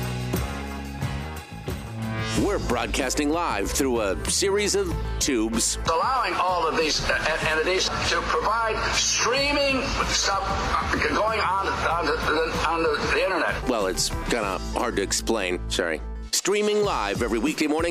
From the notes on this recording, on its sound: Phone Calls. We'll also throw the phones open as well for your thoughts on things.